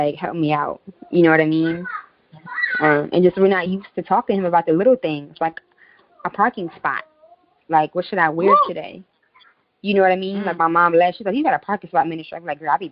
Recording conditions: sounds in the background